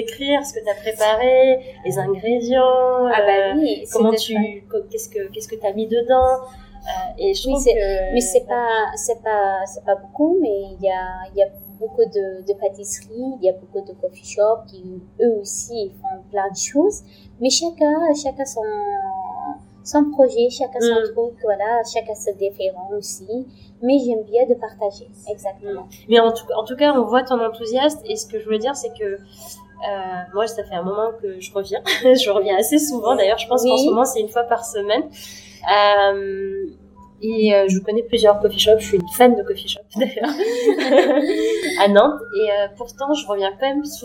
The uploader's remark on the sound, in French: Toutes mes excuses pour la qualité médiocre du son, malgré les corrections apportées sur les bruits de fond.